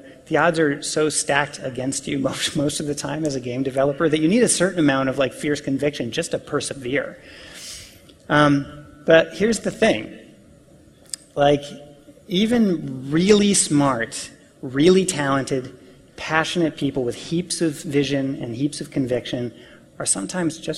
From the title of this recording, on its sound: PAX East Keynote